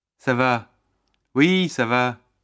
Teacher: Note the falling intonation for both.